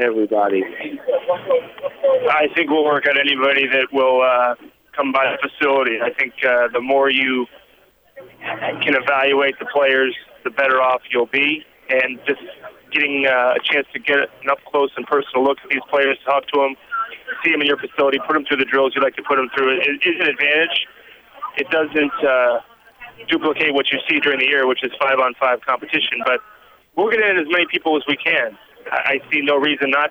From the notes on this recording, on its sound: Conference Call (5/30/12)